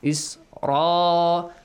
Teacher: the Ra has to be pronounced with a tafkhim sound, with heavy sound